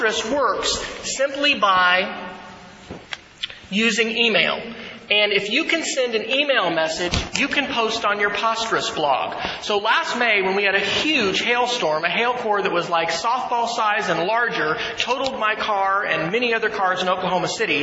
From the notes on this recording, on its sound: keynote address at the Mississippi Educational Computing Association's annual conference on February 8, 2011